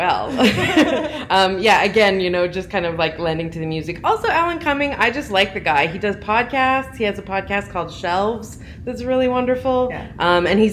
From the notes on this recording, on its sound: Repodcasting’s first-ever LIVE EPISODE?! Recorded on site at Calgary Expo.